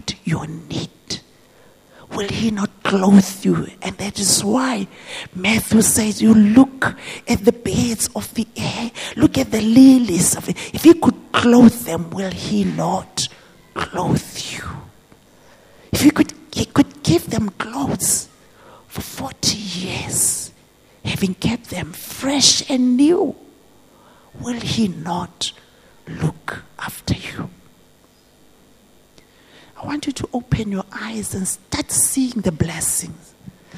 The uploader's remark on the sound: This message was preached at GTCFC City Campus.